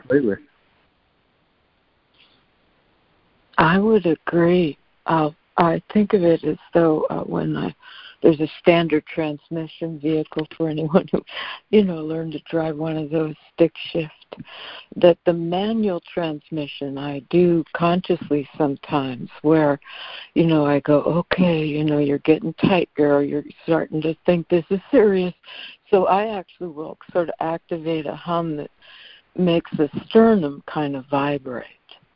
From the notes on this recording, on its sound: ACIM Daily Conference Call